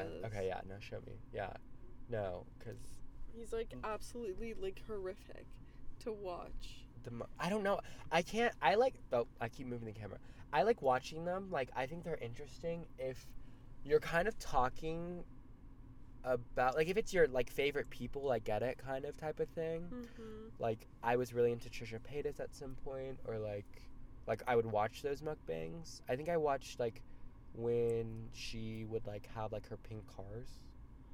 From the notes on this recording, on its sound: The lights go out and we are in our car.